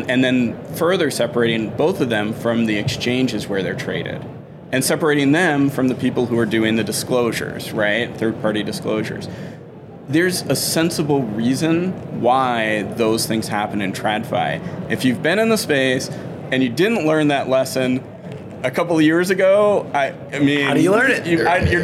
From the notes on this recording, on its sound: is at the Money 20/20 Conference in Las Vegas